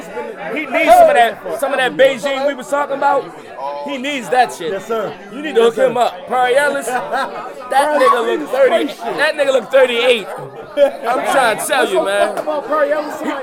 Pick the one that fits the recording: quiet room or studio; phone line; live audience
live audience